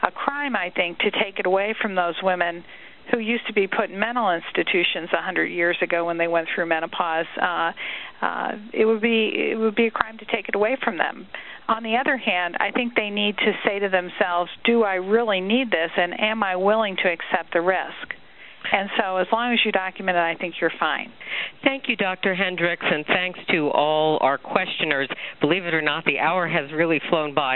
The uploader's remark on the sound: March 2005 Author in the Room® Teleconference.